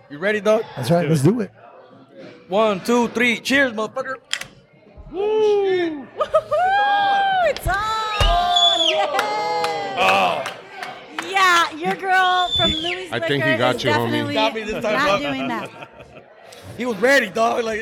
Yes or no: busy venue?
yes